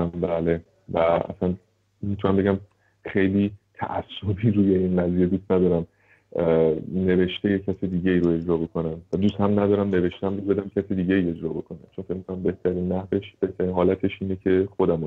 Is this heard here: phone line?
yes